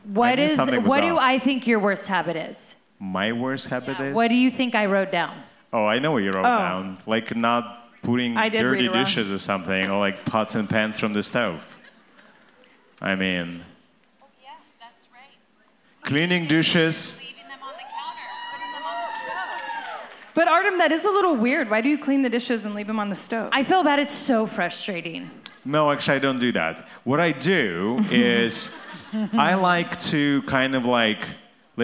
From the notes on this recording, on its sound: live from Gila River Resorts & Casinos - Wild Horse Pass in Chandler, Arizona, doing what they do best: putting on a live show!